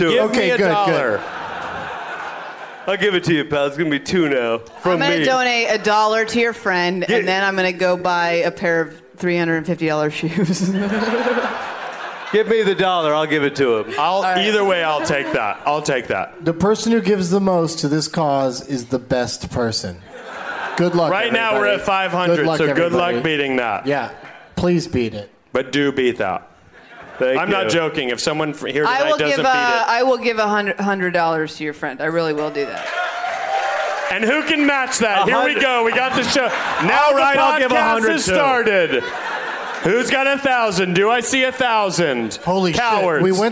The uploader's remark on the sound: Live from New York City's Irving Plaza